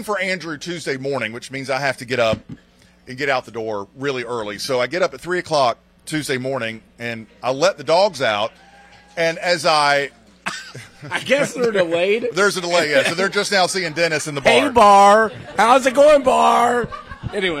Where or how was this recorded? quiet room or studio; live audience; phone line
live audience